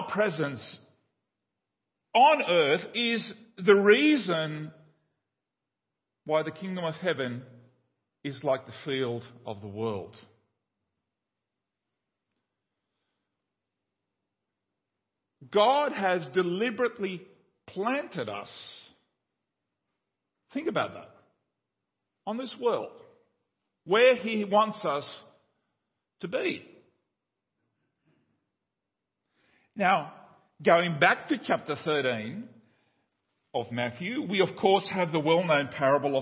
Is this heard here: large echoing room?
yes